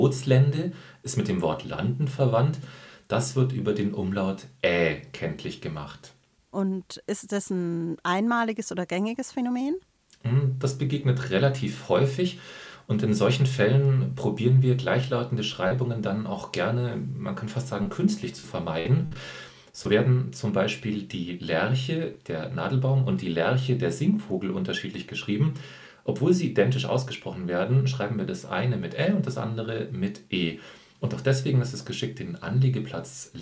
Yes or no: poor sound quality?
no